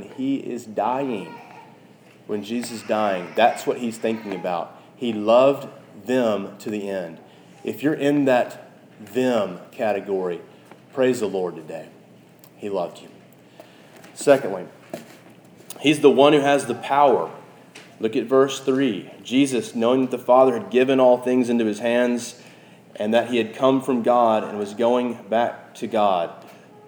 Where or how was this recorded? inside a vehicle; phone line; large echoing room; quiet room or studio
large echoing room